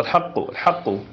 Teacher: القلقلة الشديدة إذا كان حرف القلقلة مشددا في آخر الكلمة